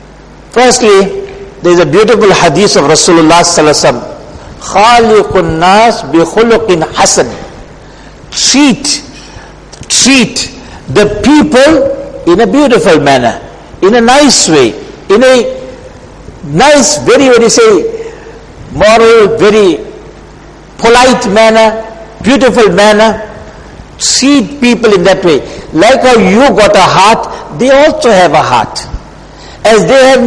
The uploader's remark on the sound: Jumuah lecture